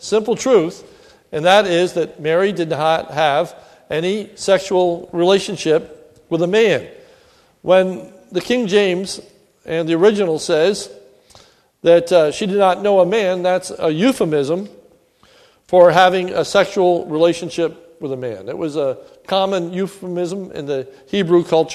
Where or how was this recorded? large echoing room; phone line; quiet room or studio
large echoing room